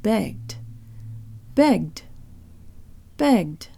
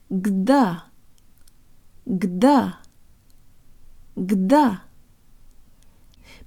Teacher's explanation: You almost need to insert a ghost vowel after the G, or at least make sure you have vocal cord vibration happening throughout. · Shown in: second take